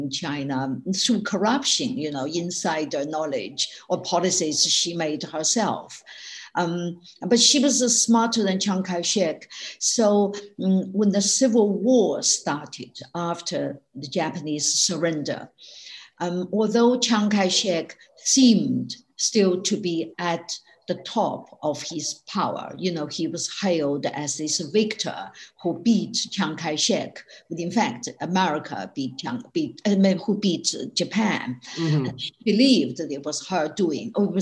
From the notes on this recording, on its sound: This talk was recorded at the online 5x15 event on 2nd September 2020.